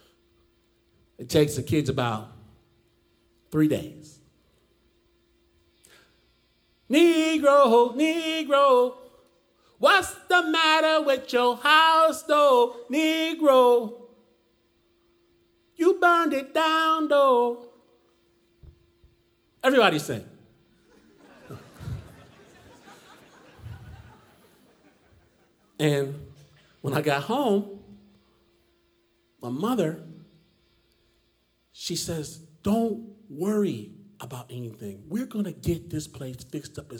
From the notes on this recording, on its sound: Performed live in Portland at Revolution Hall.